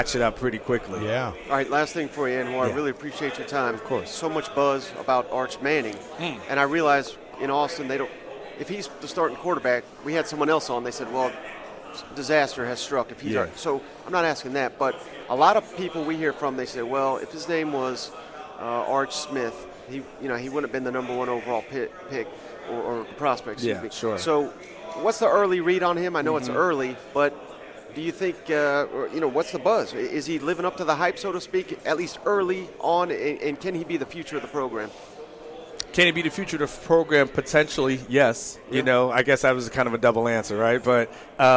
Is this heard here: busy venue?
yes